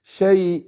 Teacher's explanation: بخفي نون التنوين عند القاف بس بفخم الغنة